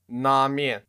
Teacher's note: I think it sounds like an N almost, like not an L. But you know, the N and L sounds, they are almost identical in pinyin.